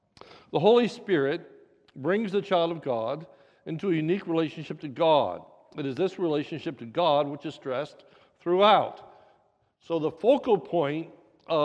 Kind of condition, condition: setting, large echoing room